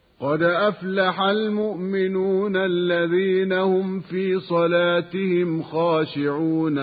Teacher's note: في الوصل بما بعدها كان المد طبيعيا بمقدار حركتين